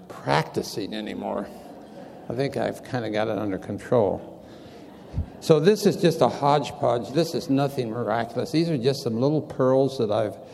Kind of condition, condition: setting, live audience